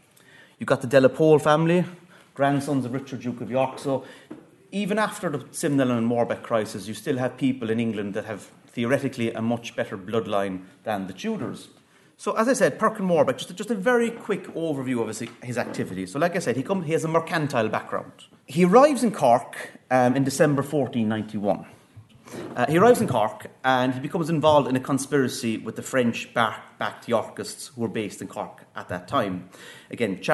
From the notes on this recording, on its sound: at the 2022 Tudor and Stuart Ireland Conference.